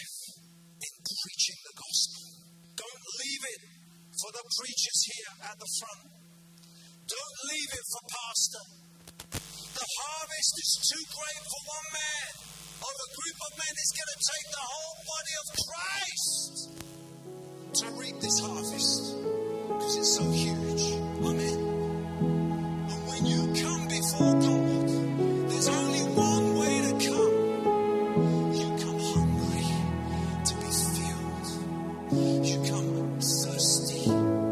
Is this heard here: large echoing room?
yes